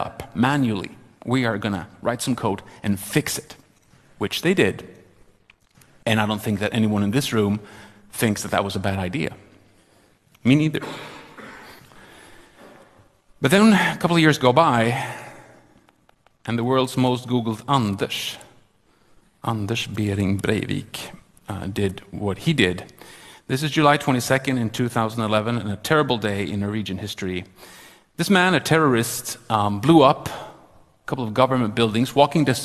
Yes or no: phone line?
no